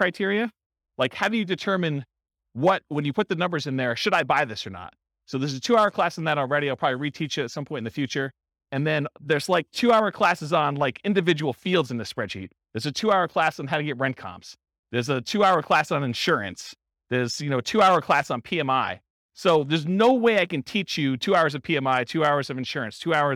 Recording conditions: live audience